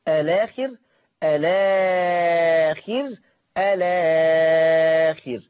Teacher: فلو انا بدأت بهمزة الوصل هثلث البدل، هثلث البدل، يعني هعمل اتنين او اربعة او ستة، الاخر الاخر الاخر.